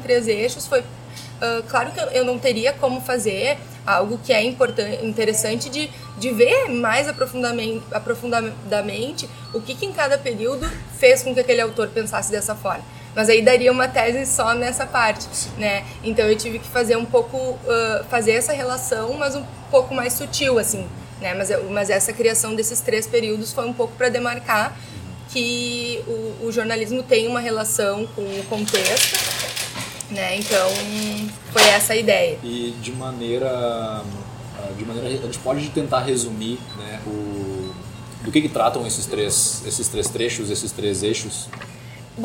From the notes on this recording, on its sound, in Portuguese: O bate-papo foi gravado no Café do Duque, no Centro Histórico de Porto Alegre, em agosto de 2016.